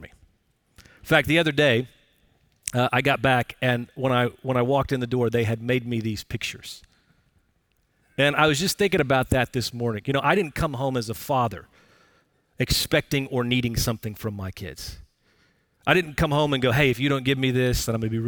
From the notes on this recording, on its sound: Recorded Live at Brookwood Church on 05.24.2023